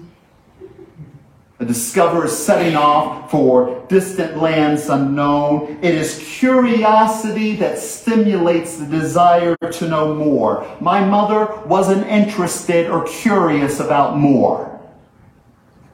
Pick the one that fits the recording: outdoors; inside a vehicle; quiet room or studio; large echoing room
large echoing room